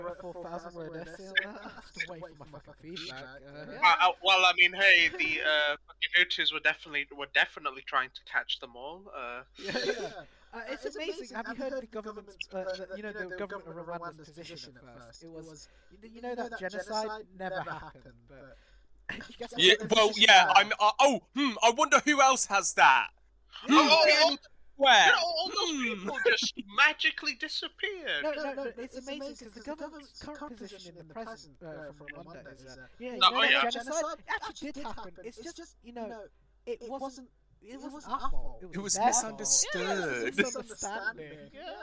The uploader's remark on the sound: Apologies for the echo